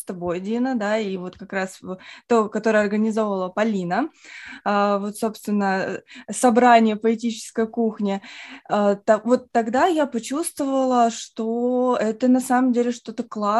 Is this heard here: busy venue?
no